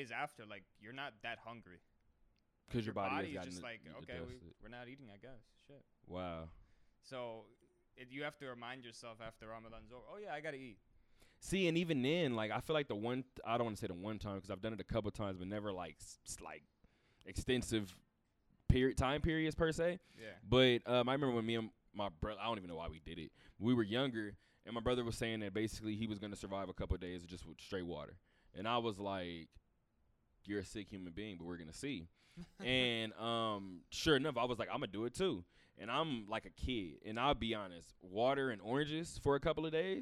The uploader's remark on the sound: Talk that Talk Radio Show Live from Westgate